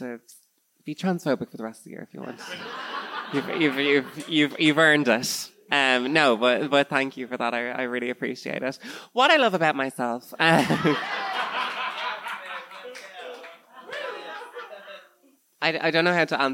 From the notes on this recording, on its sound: In my second live show. In front of a lively crowd of predrinkers.